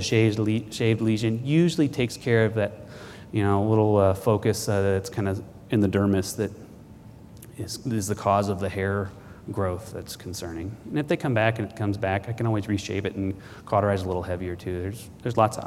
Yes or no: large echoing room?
yes